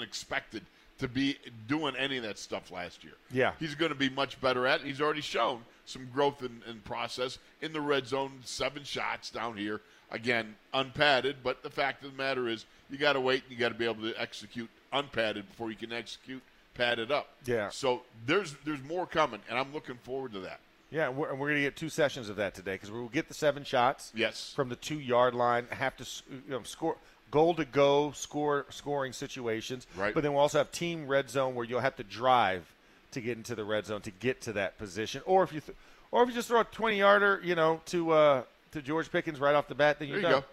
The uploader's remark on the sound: In the Locker Room Live from Steelers Camp Day 5